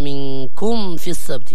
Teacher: الميم عند الفاء لابد من الإظهار، منكم في السبت، كذلك قلقلت الباء.